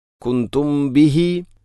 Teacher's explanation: മീമിന് ശേഷം ബ വന്നാൽ ഇഖ്ഫ ഷഫവി, മീമിനെ അവ്യക്തമാക്കി മണിക്കണം.